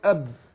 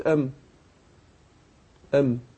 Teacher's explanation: لكن لو قلت أم أب يبقى عندنا الميم والباء تخرجان بانطباق الشفتين، لكن انطباق الباء يعني أشد وأقوى من الميم